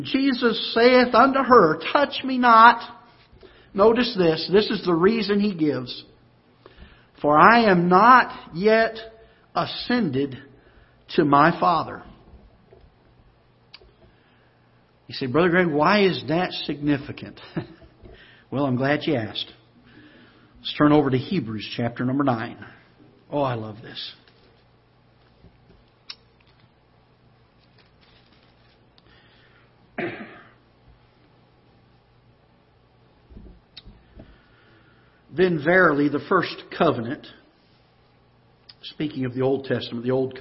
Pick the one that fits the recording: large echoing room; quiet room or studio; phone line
large echoing room